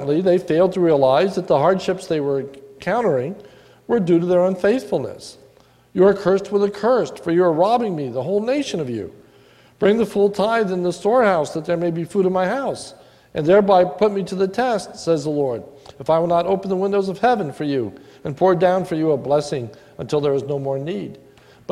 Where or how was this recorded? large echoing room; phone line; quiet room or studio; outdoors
large echoing room